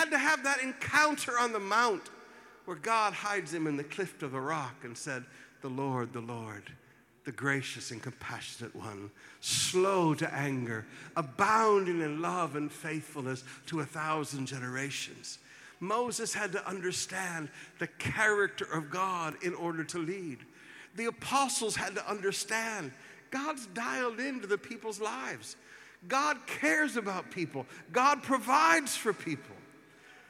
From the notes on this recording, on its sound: Preached at the Qodesh.